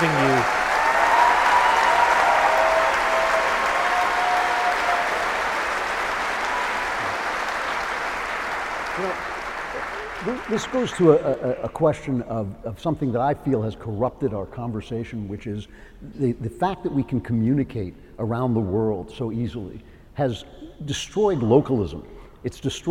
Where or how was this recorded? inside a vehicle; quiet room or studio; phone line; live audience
live audience